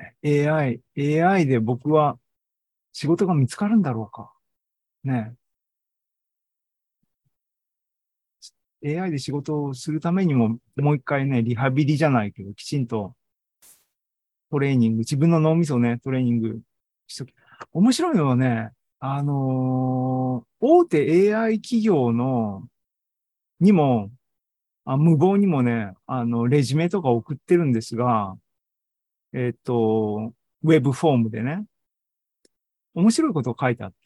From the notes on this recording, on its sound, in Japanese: シーズン４３は２０２３年７月２９日に開催した ZOOMライブの模様です。